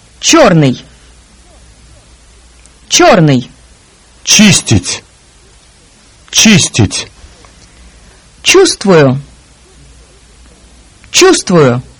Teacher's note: The Russian sound is pronounced with the tip of the tongue touching the alveolar ridge behind the top teeth, while the middle of the tongue is raised. The ch sound is always soft in Russian. · Term: The consonant Ч